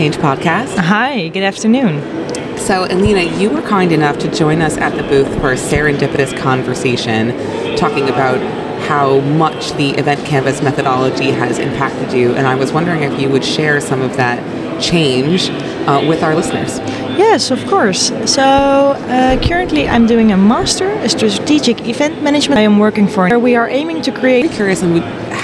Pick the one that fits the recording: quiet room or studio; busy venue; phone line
busy venue